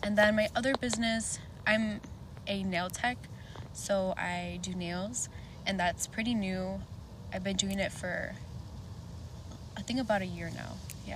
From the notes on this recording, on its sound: excuse the background noises, we were recording outside!!